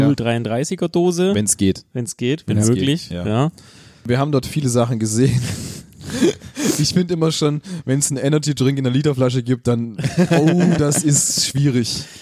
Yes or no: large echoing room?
no